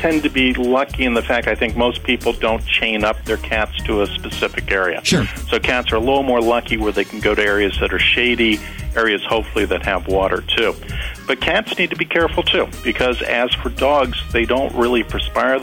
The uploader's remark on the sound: your phone calls